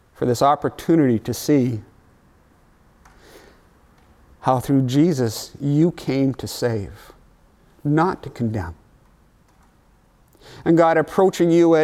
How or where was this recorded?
large echoing room